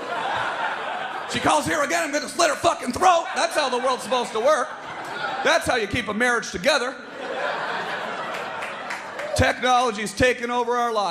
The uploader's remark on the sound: New York's Finest Stand Up Comedy Gotham Comedy Live